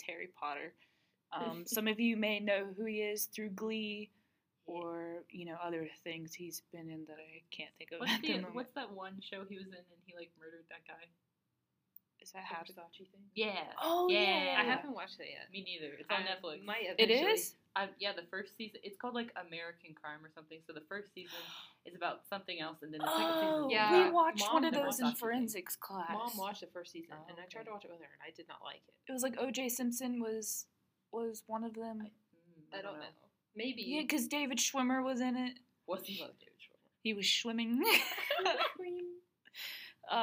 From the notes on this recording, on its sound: We're still adjusting to the audio setup.